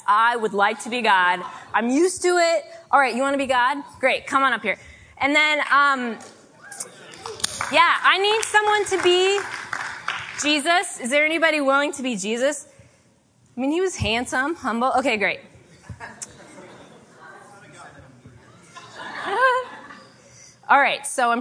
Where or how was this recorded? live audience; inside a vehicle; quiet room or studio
live audience